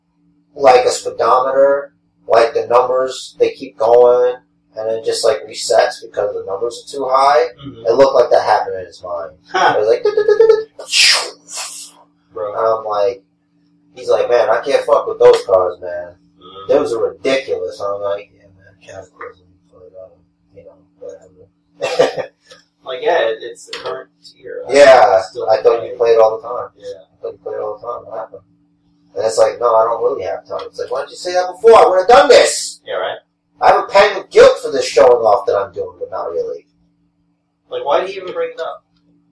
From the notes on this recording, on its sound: Oculus Rift gained sentience and decided to overtake recording duties from our standard equipment. We have some audio issues this week as well, and we apologize.